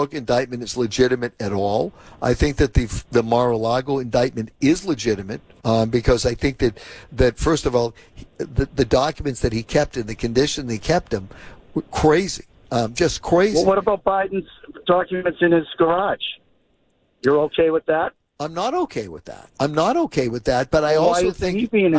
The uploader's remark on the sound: Opened the phone lines for comment.